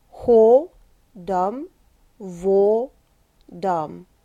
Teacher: The first syllables are very round O's, very dark O's, and the second syllables, unaccented ones, have a schwa vowel.